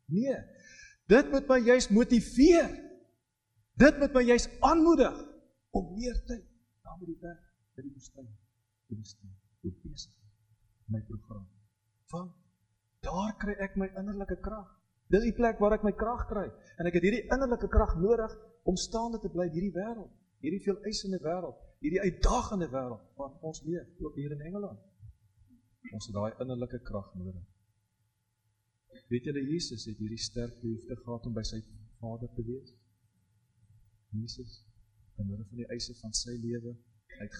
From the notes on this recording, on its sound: Preek opname tydens erediens in Loughton